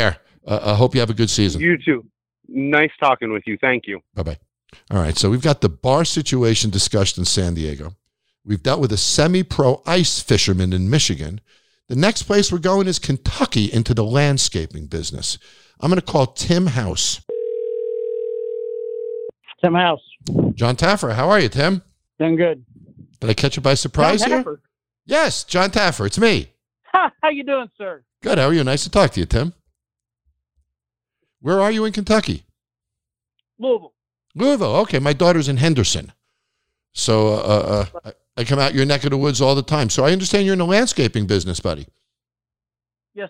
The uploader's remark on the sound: Takes a few calls from everyday hard working people who have been directly affected by the pandemic.